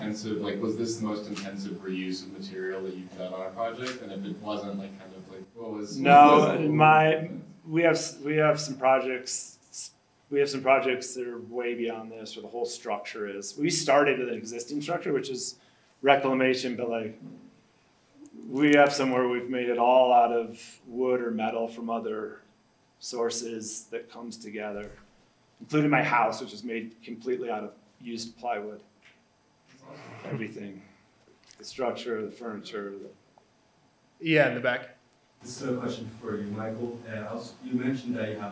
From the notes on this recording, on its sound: a live panel discussion at the University of Colorado Boulder’s School of Environmental Design